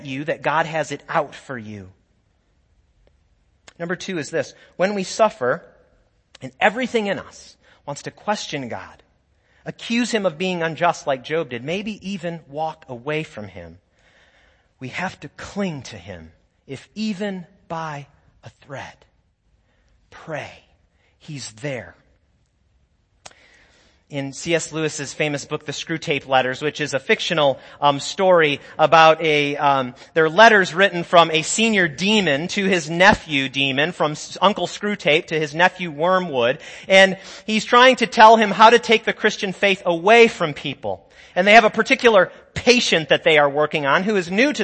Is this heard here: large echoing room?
yes